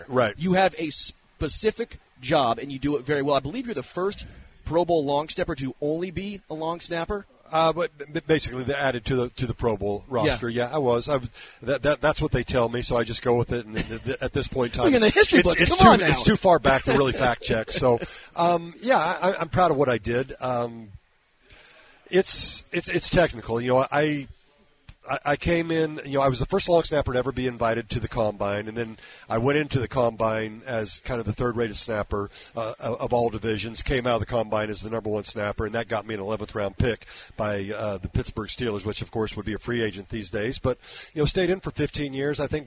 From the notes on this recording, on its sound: live from Hollywood Casino